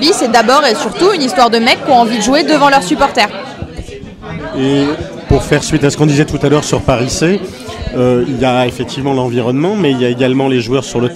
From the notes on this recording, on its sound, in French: Le bilan de la saison en direct du Club House NSNW ! Un épisode tout en bonne humeur, avec un son saturé (c'est la première soyez indulgent) et beaucoup de bière !